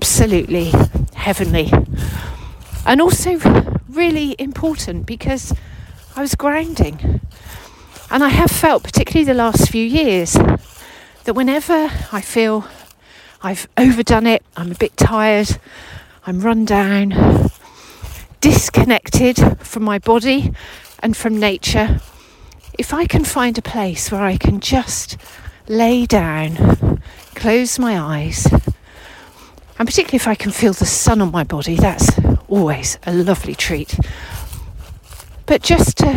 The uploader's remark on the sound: This episode was recorded during a walk around Westonbirt Arboretum in Gloscestershire.